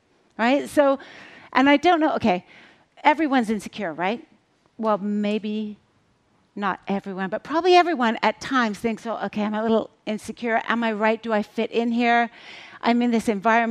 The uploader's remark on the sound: On stage at #BoFVOICES 2017.